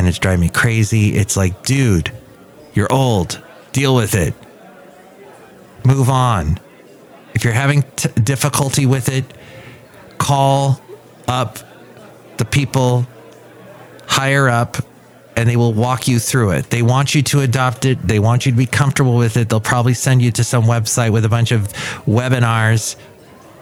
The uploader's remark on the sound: Podcasts live from Café Anyway.